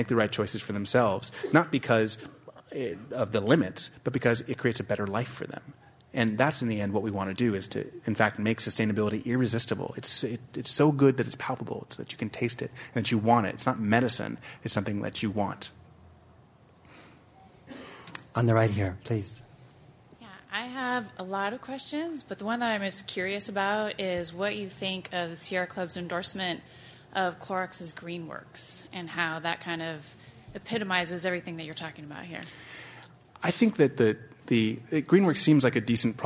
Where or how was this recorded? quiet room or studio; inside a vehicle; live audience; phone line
live audience